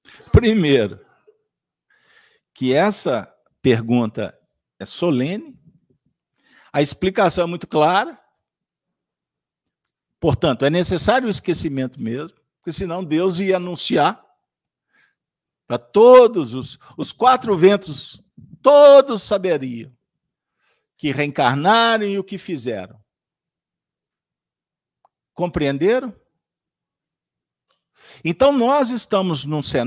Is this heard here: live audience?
yes